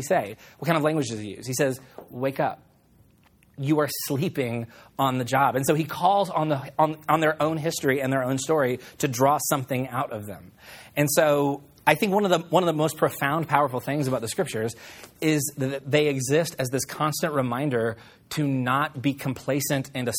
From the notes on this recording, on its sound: on May 8, 2016 at Collective Church in Roanoke, Texas.